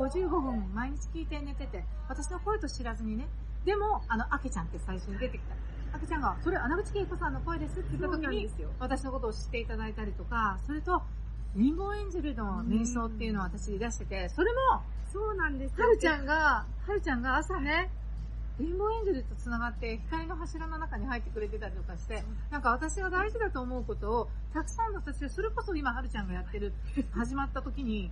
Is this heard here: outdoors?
yes